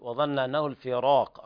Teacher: راء تفخم بالإجماع لكل القراء